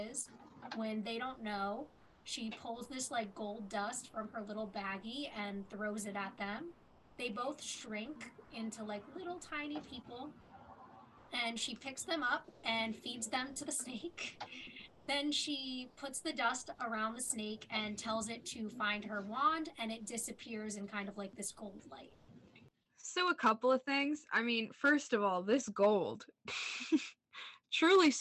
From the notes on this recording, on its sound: the audio issues from episode 5 continue in this episode